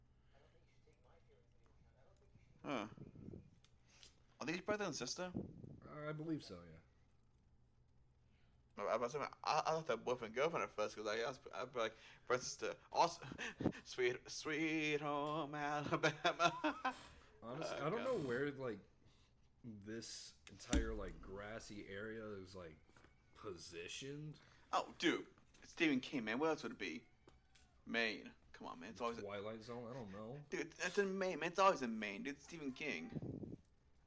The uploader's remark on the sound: Sorry for the audio, will be better in the next one, since we are getting a new mic soon.